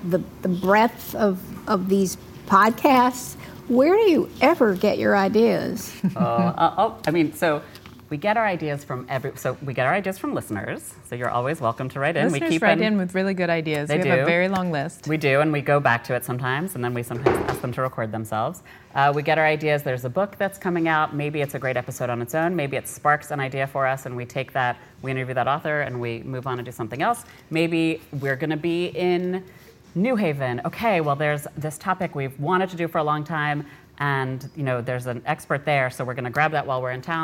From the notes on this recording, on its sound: At a live event with us. An audience Q&A.